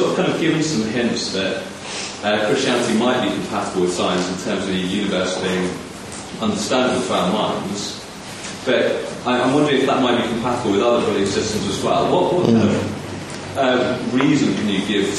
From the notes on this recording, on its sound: Talk with Q&A, Birmingham University.